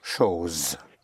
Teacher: The S between two vowels has a sound of a Z, of a Z. Chose.